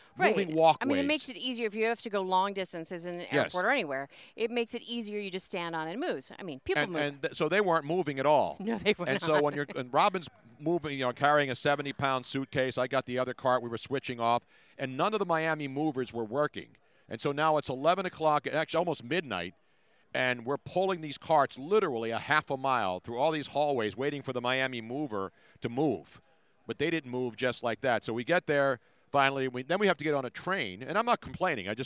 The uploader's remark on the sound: On the first day of Radio Row. Things are starting to heat up in Miami!